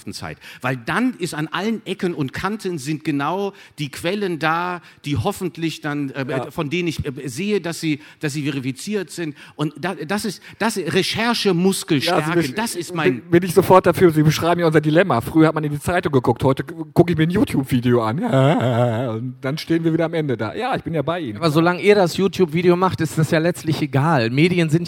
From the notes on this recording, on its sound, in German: Diese Aufzeichnung stammt vom 01.09.2018 im RP-Zelt beim Campfire-Festival in Düsseldorf.